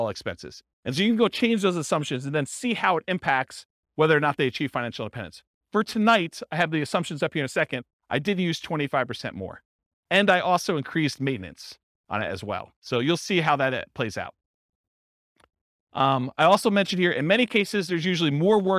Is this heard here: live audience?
yes